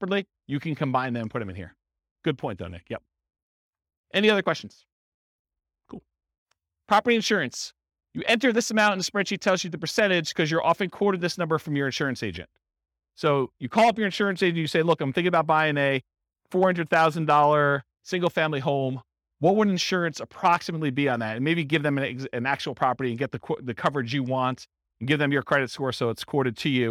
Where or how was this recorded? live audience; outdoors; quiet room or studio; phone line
live audience